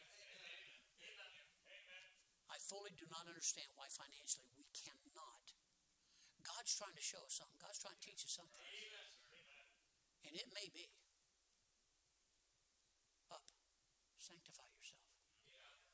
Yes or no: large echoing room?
yes